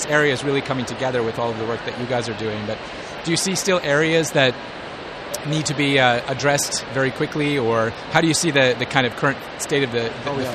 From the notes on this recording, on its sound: The conference was held at Navy Pier in Chicago, USA. On Location at IPS 2016.